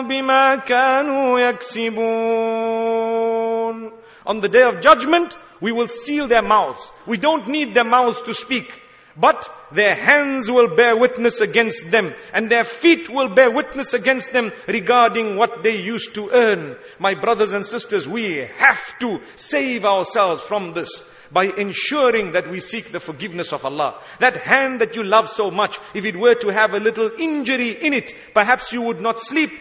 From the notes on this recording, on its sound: Taraweeh Lecture at Masjidul Quds Gatesville Cape Town